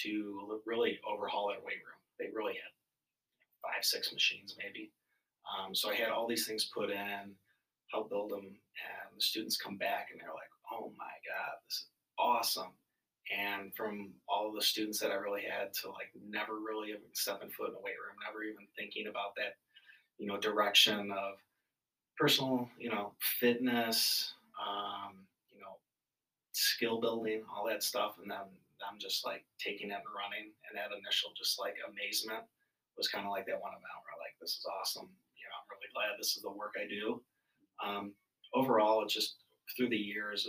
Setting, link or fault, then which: fault, uneven or low level